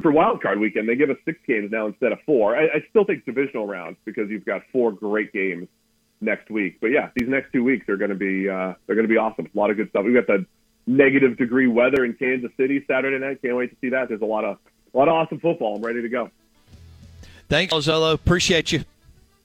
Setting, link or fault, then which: link, phone line